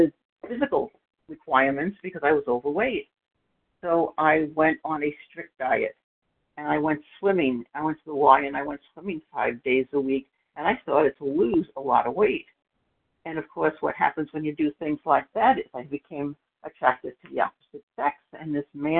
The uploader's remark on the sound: 100 Pounders Phone Meeting